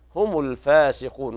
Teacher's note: الميم تضم لكل القراء بدون مد